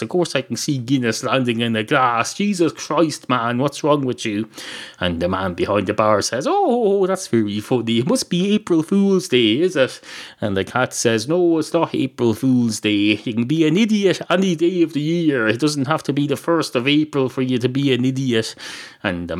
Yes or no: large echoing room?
no